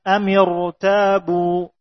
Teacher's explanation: Maka dibaca tebal ro'nya, walaupun sebelumnya kasroh. Karena ro'nya, kasrohnya bukan asli.